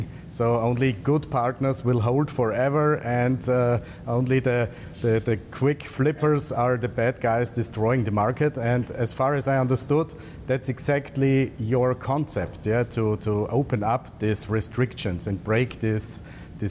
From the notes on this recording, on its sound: joining in live from the marbella IRL Event